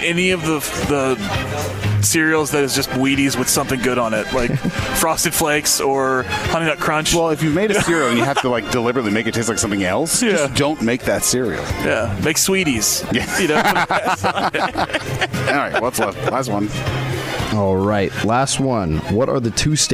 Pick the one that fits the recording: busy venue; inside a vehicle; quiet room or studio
busy venue